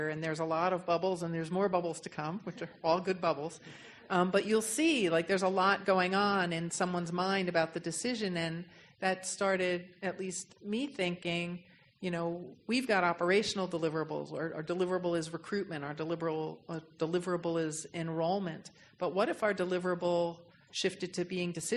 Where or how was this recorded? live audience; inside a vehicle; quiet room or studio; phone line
live audience